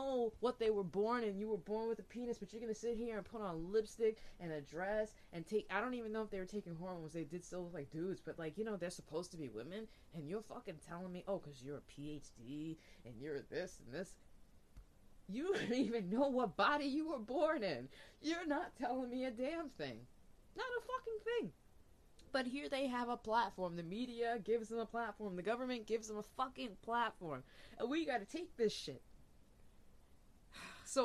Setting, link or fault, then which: fault, uneven or low level